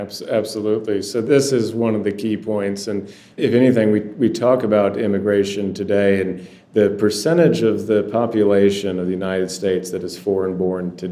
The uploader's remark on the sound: PANEL DISCUSSION | National WWI Museum & Memorial, Kansas City.